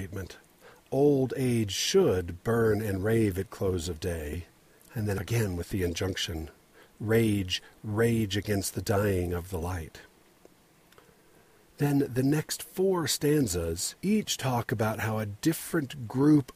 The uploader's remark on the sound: Recorded in my father's-in-law truck on a dirt road between Spanish Fork and Springville, on my way to Hobble Creek. It was raining, and I decided to turn around, but the road was deserted so I just stopped right there and recorded this episode.